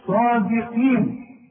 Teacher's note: الصاد مفخمة قوي بعدها الألف